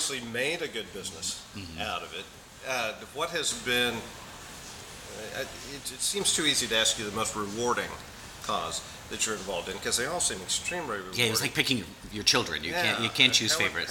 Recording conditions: busy venue